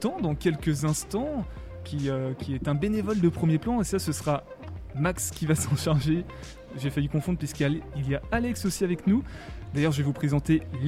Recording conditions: busy venue